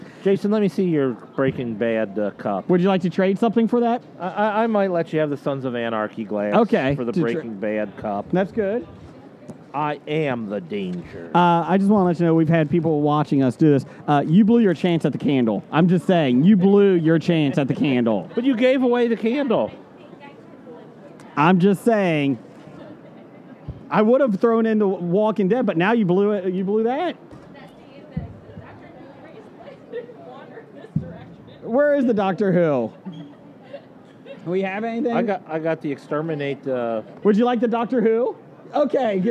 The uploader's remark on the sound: It’s day three of recording at the Cincinnati Comic Expo